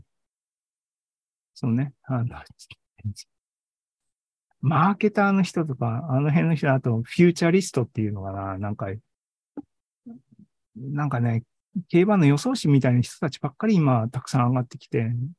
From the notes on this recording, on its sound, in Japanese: ２０２３年２月２２日に開催した ZOOMライブの模様です。